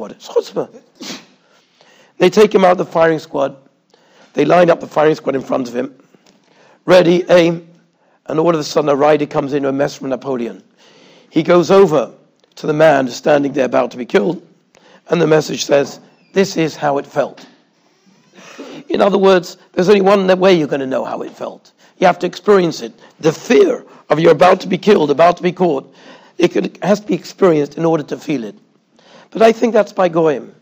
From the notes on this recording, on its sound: Shiur recorded in Yeshivas Ohr Reuven, Monsey, NY.